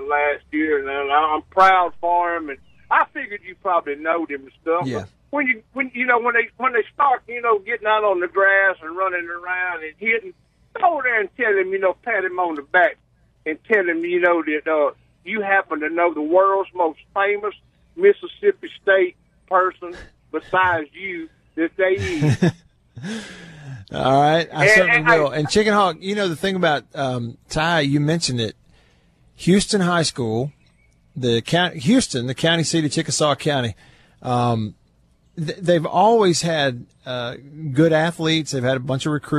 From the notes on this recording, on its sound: LIVE from the porch in Vicksburg.